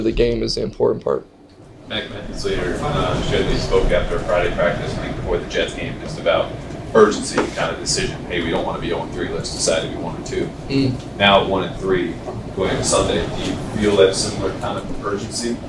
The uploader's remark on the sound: addresses the media during his press conference at Gillette Stadium on Wednesday, October 4, 2023